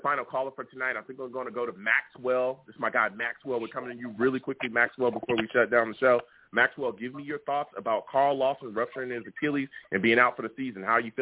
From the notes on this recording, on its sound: I take live callers as well!